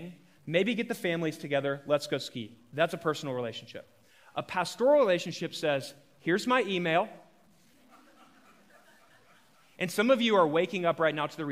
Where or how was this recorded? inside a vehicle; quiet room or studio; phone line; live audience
live audience